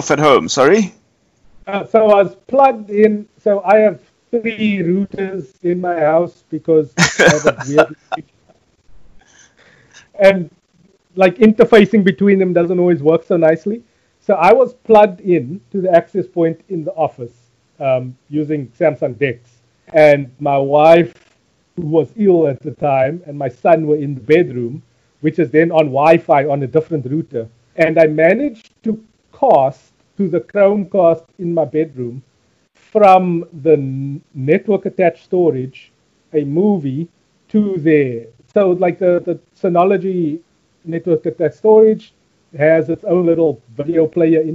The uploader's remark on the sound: The Skypecast. We apologise for the terrible audio on South Africa's most accessible consumer technology podcast.